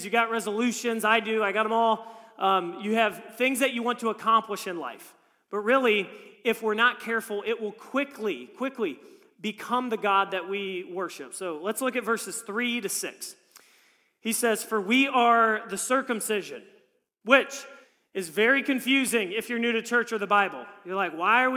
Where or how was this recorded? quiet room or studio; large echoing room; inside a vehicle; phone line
large echoing room